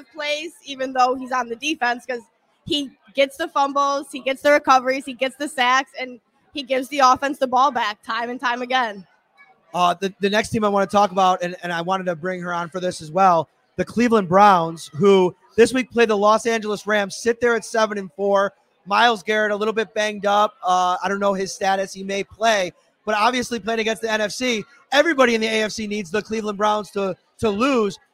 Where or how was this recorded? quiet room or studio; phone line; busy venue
busy venue